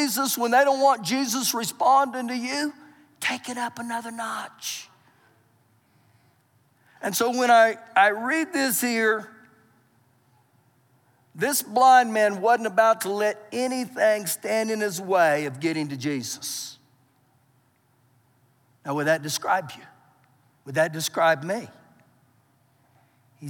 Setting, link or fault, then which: setting, large echoing room